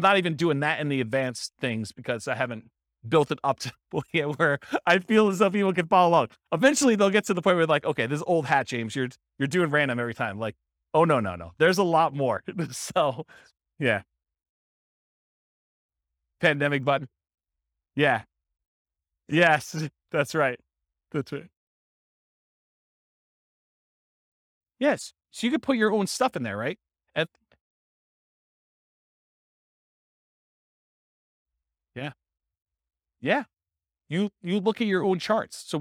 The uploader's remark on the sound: This was a live class recorded